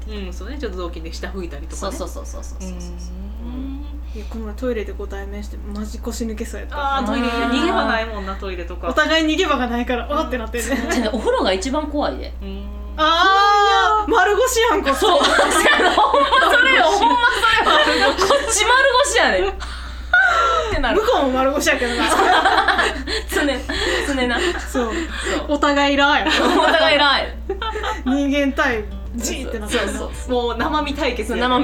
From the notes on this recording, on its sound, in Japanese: 宅録の為何時もよりやや音質が落ちております